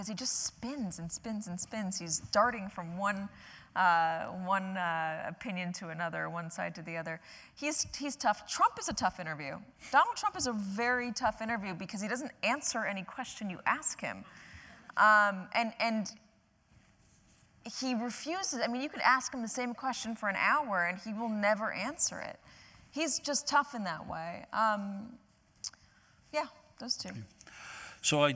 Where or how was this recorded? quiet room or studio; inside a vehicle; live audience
live audience